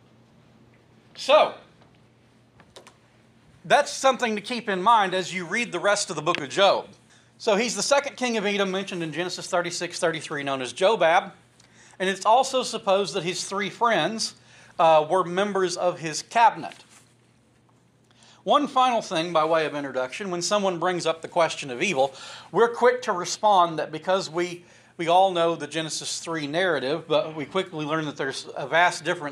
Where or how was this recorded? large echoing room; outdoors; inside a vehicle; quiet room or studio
large echoing room